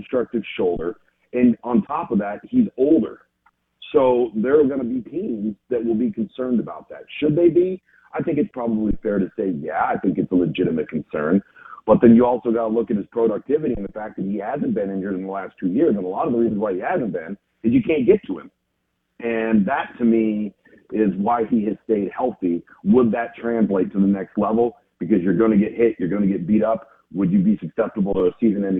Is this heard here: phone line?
yes